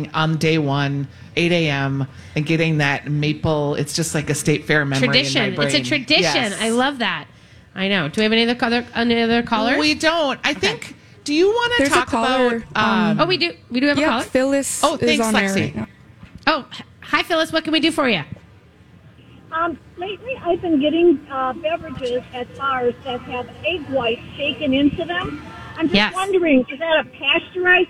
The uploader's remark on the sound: LIVE from the Minnesota State Fair!